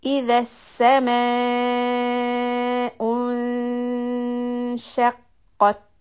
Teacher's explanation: When I go from the Dhamma in the word السَّمَاءُ، my lips are rounded.